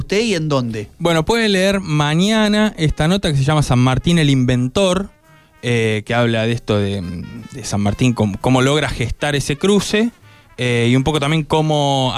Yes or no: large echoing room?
no